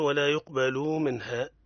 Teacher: لا نقول ولا يقبل منها لأن اللام لا مد فيها. نقول ولا يقبل منها من غير مد في اللام